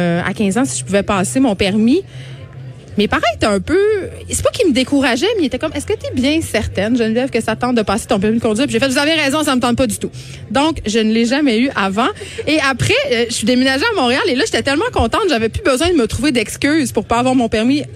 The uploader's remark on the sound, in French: En direct du Salon de l'auto de Montréal